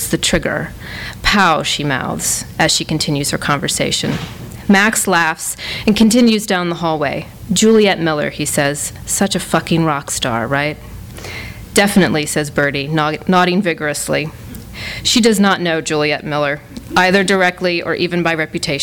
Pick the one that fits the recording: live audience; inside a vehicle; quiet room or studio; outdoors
live audience